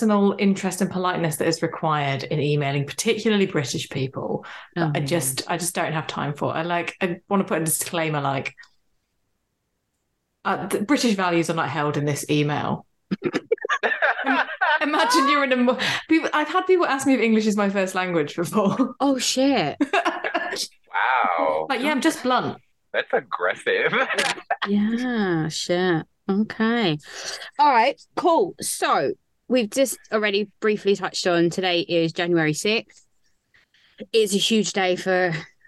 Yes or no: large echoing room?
no